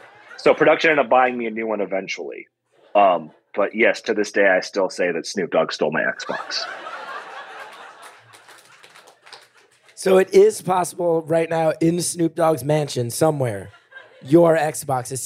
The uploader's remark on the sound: Live from Asheville